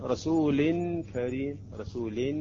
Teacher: الآن إذا يقول رسول كريم، هذه الحالة هي طريقة الإخفاء، يعني اللسان لا يذهب ويقف على مخرج النون